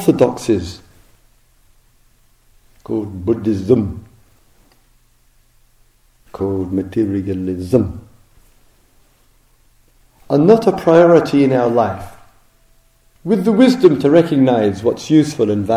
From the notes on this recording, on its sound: Dharma Talk recorded at the Spirit Rock Meditation Centre, USA, October 2007.